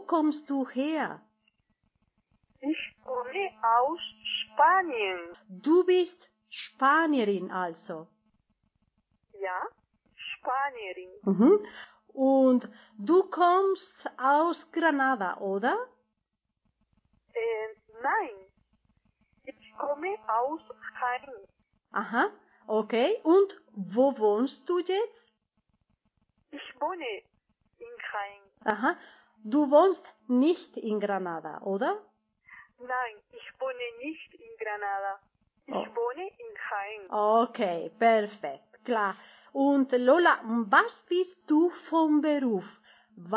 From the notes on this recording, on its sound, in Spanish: La conversación tiene lugar por teléfono. Una con mayor calidad (yo) y otra al otro lado de la línea.